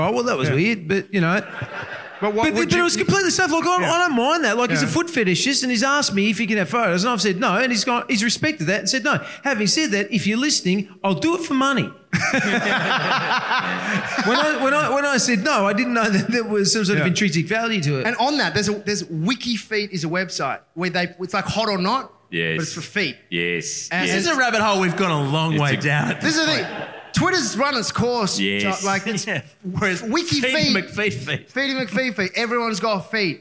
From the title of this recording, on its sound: LIVE at Grapes of Mirth